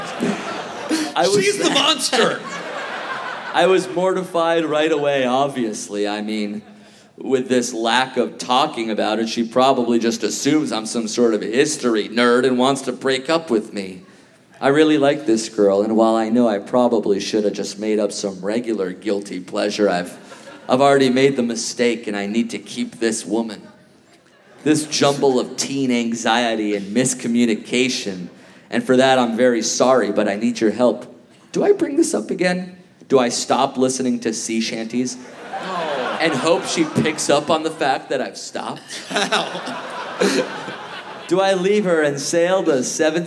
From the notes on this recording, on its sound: Recorded Live at the Vogue Theater as part of Just For Laughs: Vancouver!